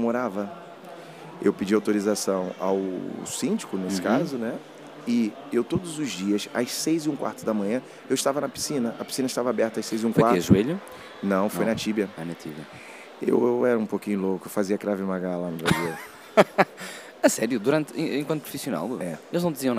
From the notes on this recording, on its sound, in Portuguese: Podcast gravado durante o Thinking Football Summit, evento máximo da Liga Portugal.